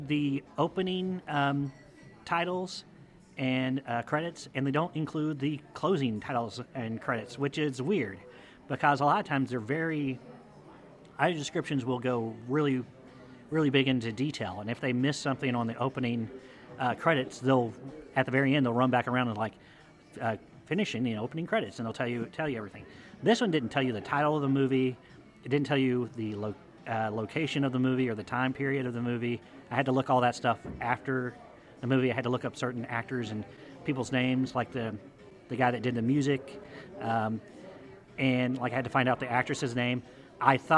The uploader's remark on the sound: Heads to a local Irish pub. This episode was recorded in front of a live audience.